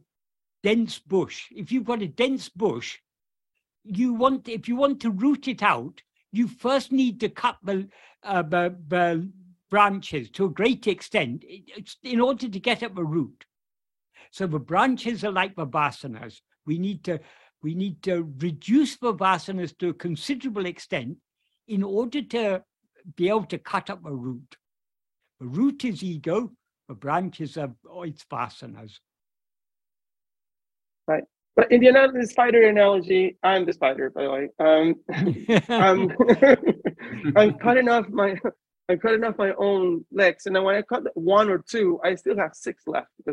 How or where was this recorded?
video call